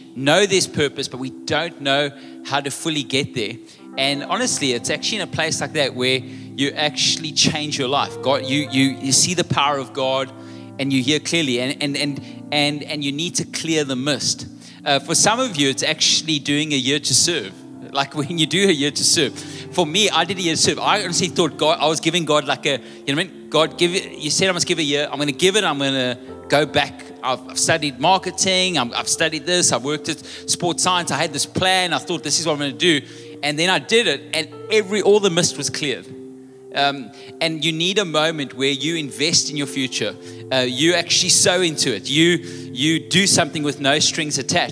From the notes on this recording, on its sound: Recorded live on Sunday 16th July the 2023